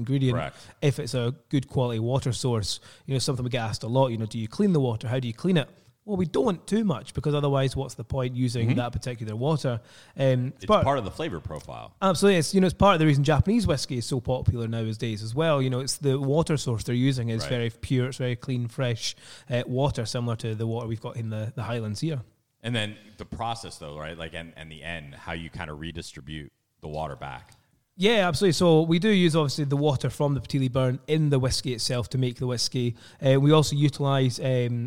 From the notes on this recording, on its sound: on location in Aberfeldy, Scotland at the Dewar's Aberfeldy Distillery